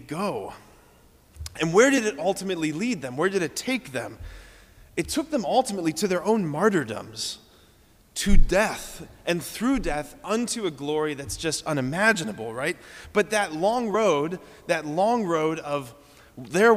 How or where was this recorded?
large echoing room